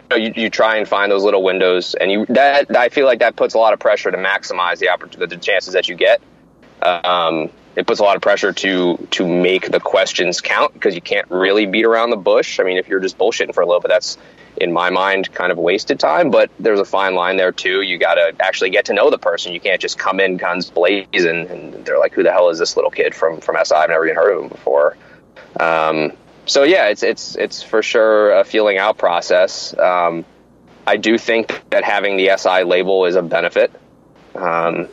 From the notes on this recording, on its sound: over the phone